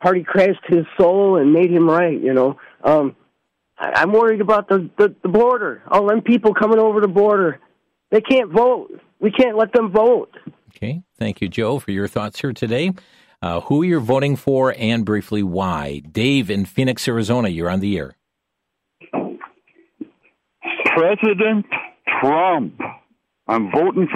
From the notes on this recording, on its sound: opened the phone lines to allow listeners from across the nation